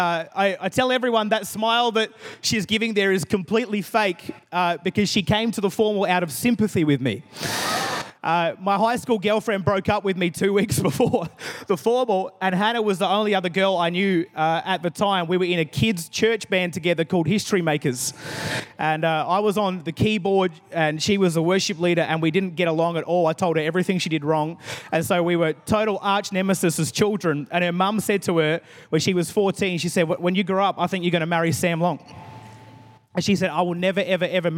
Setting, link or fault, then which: setting, large echoing room